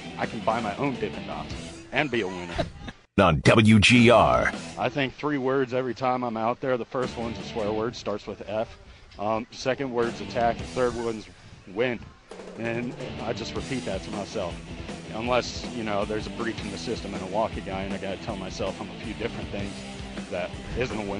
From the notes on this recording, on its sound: Live from Batavia Downs